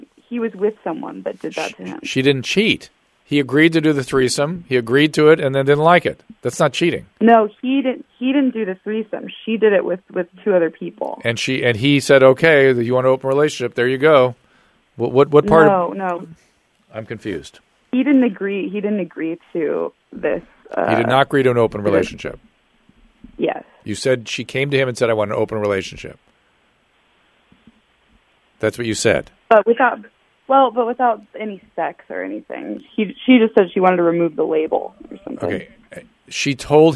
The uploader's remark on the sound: Listener Calls. Turns to the phones today and answers some listener questions.